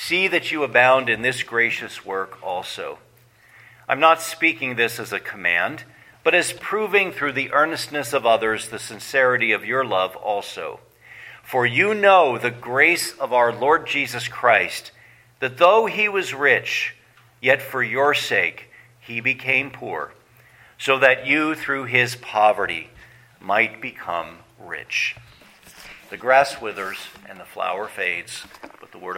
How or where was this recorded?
large echoing room